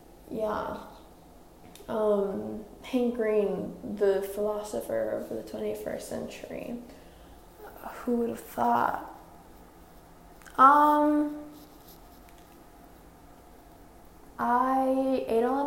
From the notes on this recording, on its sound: Unfortunately, the audio quality is awful, and I don't have it in me to rerecord. Feel free to skip this one if you're not keen on mumbling.